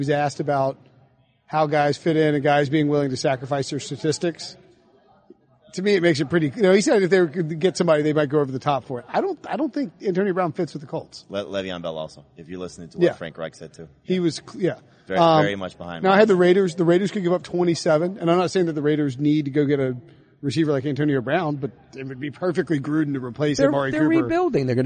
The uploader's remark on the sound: live from the floor at the 2019 NFL Combine